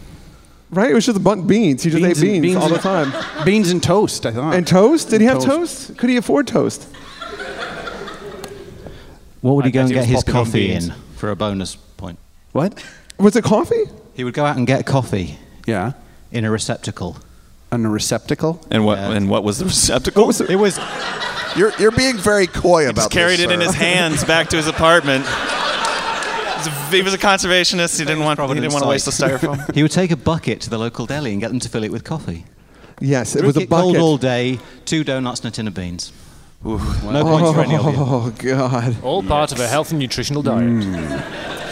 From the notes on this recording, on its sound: LIVE from the Biltmore Hotel in Providence, RI on August 22, 2015!